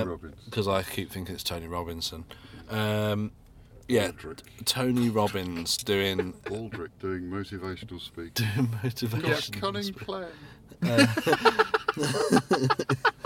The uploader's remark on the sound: Vape Jam UK Special. We spent way too much time in the pub, and barely any time recording. As per usual with live recordings, the audio is not of studio quality. Most of it was recorded in the car!! I also recorded the end section using the wrong microphone and just didn't have the time to rerecord it.